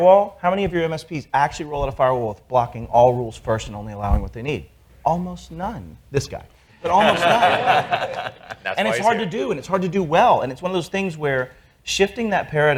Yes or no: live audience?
yes